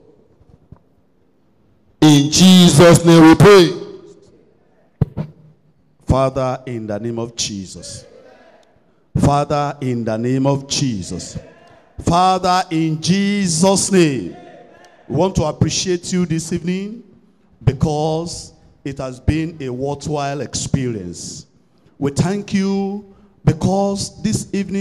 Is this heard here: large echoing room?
yes